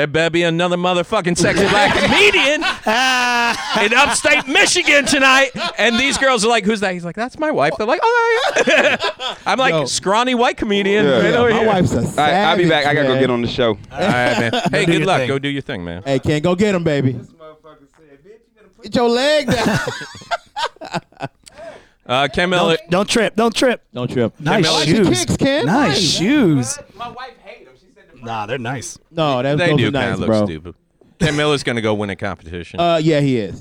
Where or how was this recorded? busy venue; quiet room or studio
busy venue